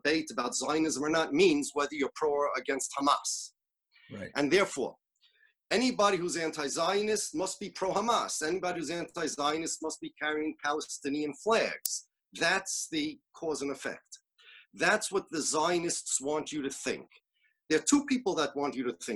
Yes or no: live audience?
no